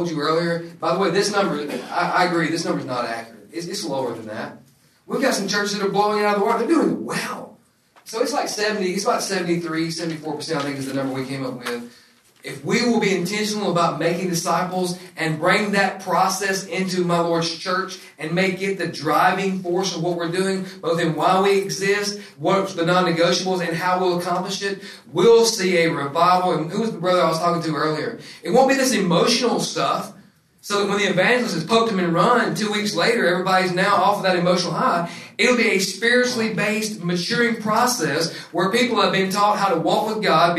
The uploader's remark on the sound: This episode is from discipleFIRST, recorded at the National Disciple Making Forum.